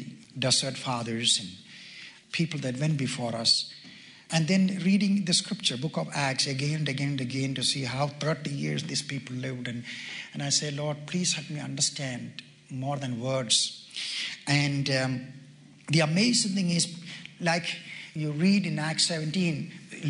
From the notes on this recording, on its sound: Delivered at a Pastor’s Conference.